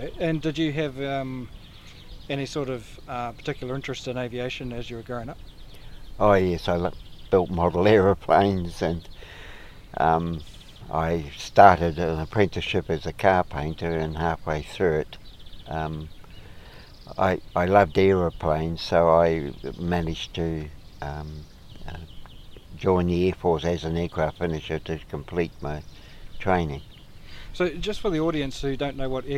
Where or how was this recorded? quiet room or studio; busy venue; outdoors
outdoors